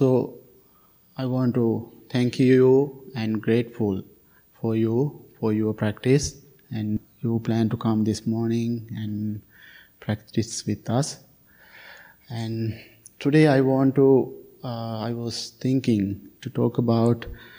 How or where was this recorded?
large echoing room